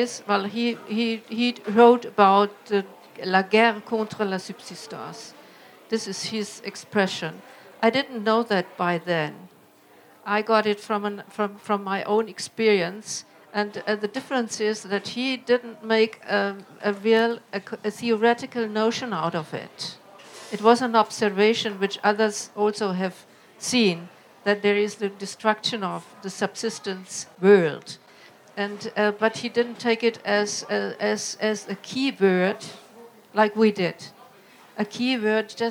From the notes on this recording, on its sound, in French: Conférence enregistrée en public à la REcyclerie, en partenariat avec les éditions La Lenteur.